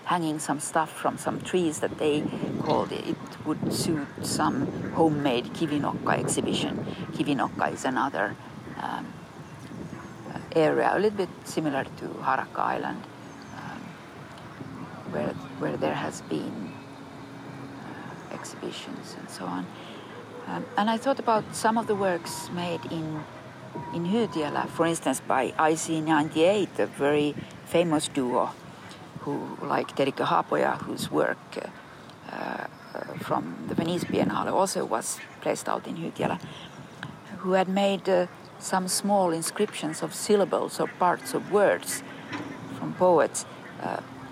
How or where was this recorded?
outdoors